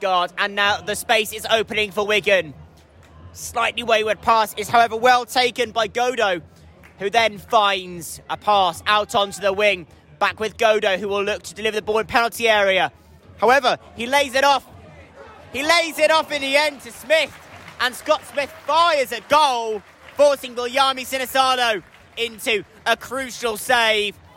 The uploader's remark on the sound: Live commentary. XpressionFM Sport commentary.